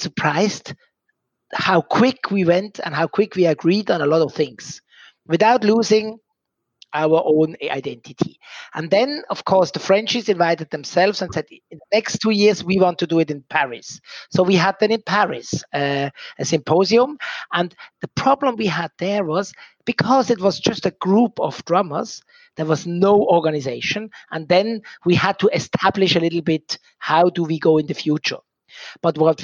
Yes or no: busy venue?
no